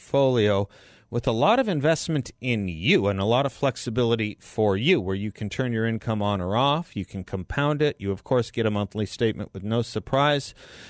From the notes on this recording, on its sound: By phone for the full hour.